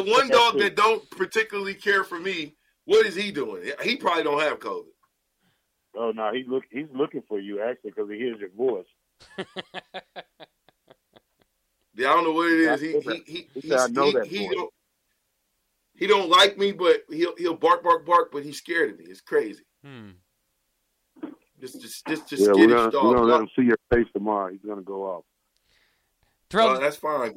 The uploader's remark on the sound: LIVE call